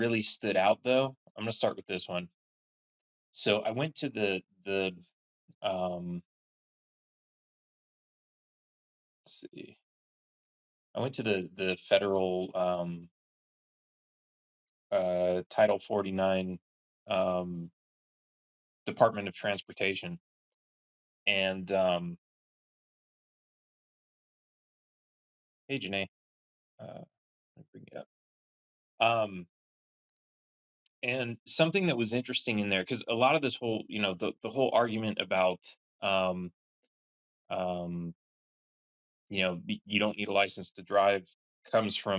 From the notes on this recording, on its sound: This episode is a live conversation recorded on the Clubhouse App